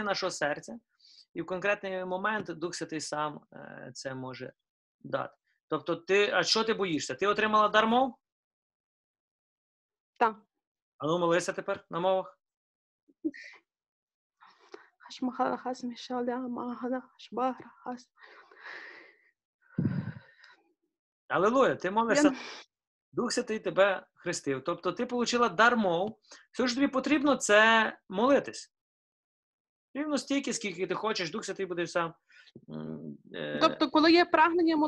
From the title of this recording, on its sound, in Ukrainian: Zoom зустріч